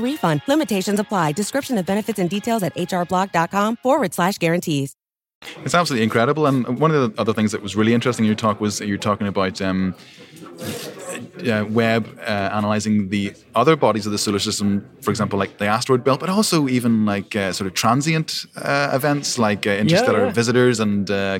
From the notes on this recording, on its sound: This podcast was recorded at the International Astronomy Show 2022